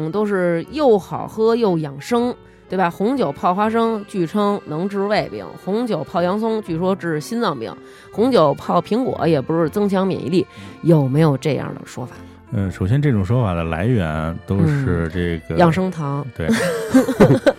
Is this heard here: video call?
no